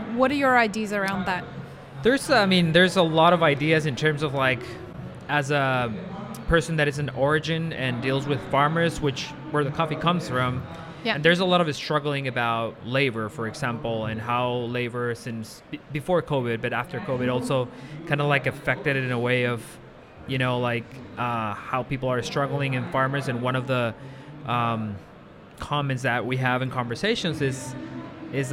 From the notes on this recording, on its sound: Live at WOC Dubai. Live-streamed from the show floor at World of Coffee Dubai 2024.